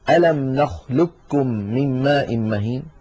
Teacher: القاف من أقصى اللسان مع ما يحاذيها من الحنك، والكاف أسفل منها بقليل، القاف مفخمة والكاف مرققة